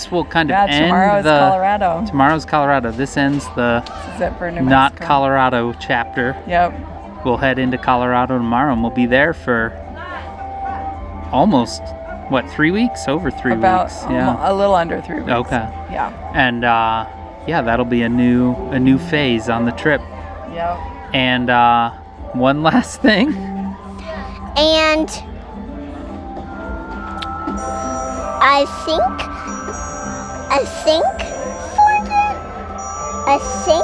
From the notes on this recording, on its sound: Recorded live from a secluded corner of Meow Wolf, this episode features the whole family talking about this extraordinary art experience in Santa Fe. They decided to bring a mic along.